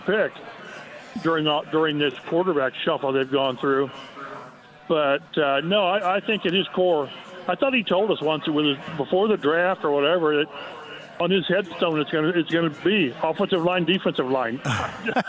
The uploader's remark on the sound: live today from Eddy’s Sports Pub in Noblesville